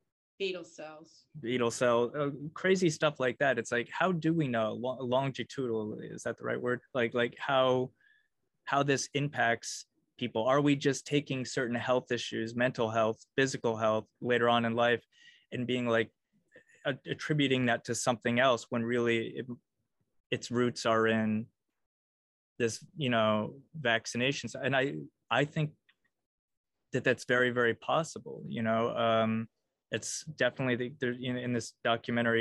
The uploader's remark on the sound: First sorry for the zoom format!